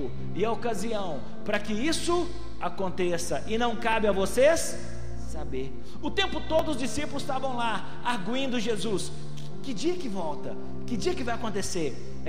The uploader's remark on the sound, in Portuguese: Foi gravada ao vivo no dia 09/02/2020, no culto dominical da Igreja Vale Da Benção - BH.